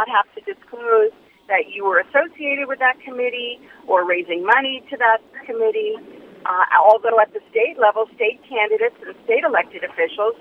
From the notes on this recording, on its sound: Called. Joined us in studio.